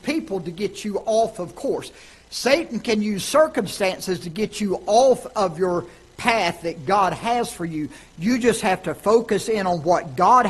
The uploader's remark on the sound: Ketha Heights Baptist Church ~ Live Broadcast